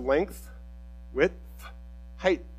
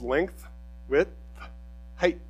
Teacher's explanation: But there's just a T at the end. There's no TH sound. · Shown in: second take